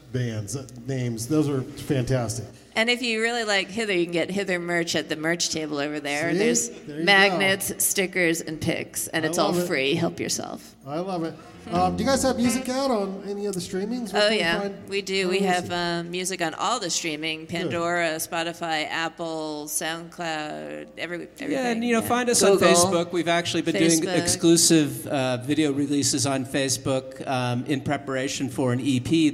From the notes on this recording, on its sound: Van Sessions at The Monarch. Recorded during Locals Rock at The Monarch in Ogden, Utah. Join us live at the Monarch in Ogden every First Friday to be a part of the free concert and video podcast recording.